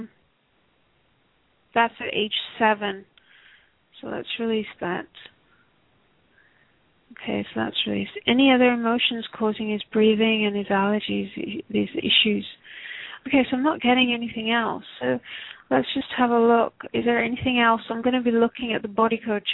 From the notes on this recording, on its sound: Takes your calls for healing live today!